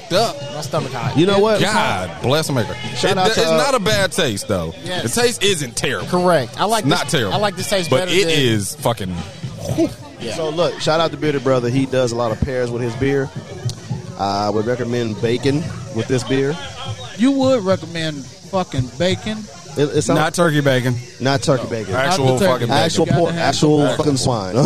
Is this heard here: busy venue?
yes